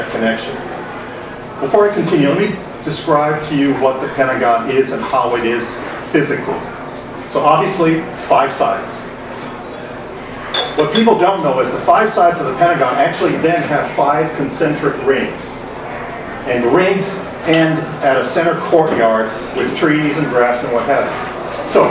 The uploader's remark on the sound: Arlington TOT is held on the second Monday of each month at O'Sullivan's Irish Pub located at 3207 Washington Blvd., in Arlington, VA, across from St.